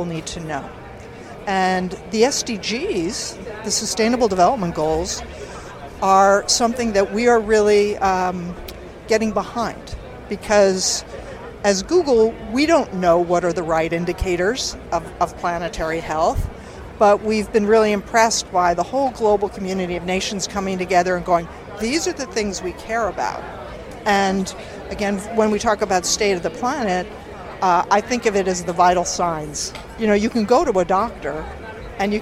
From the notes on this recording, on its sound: Recorded during High-Level week of the General Assembly, and featuring some of the many experts, UN officials and politicians who filled UN Headquarters during late September 2018.